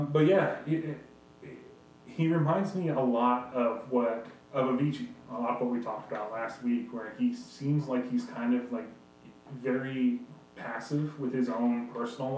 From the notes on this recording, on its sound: We apologize for the audio quality in this episode. It was a mishap that we attempted to correct but we realize the audio is not near the quality OTBC normally would like to post.